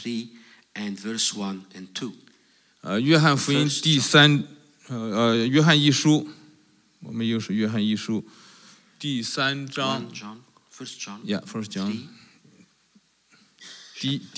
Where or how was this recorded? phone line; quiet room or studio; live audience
live audience